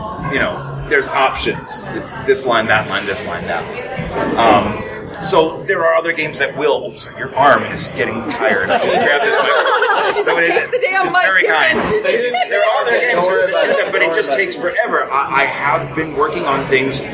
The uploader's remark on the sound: This special episode was recorded at Mission Brewing Company during San Diego Comic-Con! Was recorded in a loud environment with people talking over each other and picking frosty beverages up and down.